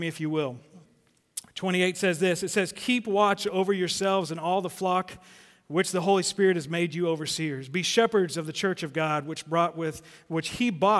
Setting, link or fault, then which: setting, live audience